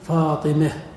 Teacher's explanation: بعضهم يميل هذه الفتحة نحو الكسرة فيقول فاطمة، يعني لا يجعلها كسرة خالصة، فاطمة فاطمة كسرة خالصة مي، فتحة خالصة ماء، لا ماء ولا مي ولكن بينهما مي. · Term: الإمالة الصغرى